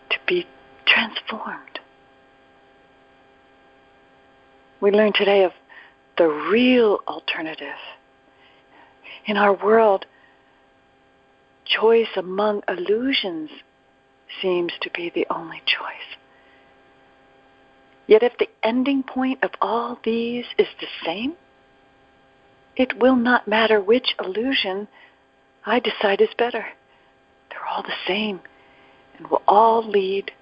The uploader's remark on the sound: ACIM Daily TEXT Conference Call